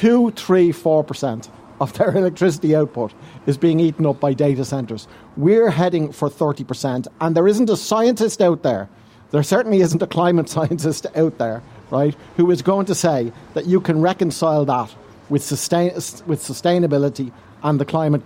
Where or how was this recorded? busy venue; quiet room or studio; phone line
busy venue